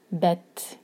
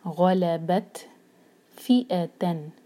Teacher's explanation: تا پر سکون ہے، تو یہاں پر ہماری ہمس ہونی چاہیے، ہماری سانس جاری رہنی چاہیے